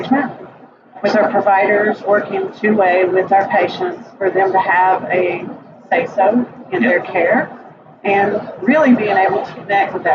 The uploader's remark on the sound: at The HIMSS18 Conference